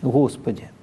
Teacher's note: рекомендуется «г» церковное произносить щелевым, а не смычным, не взрывным, как это принято в литературном произношении · Term: щелевое «г»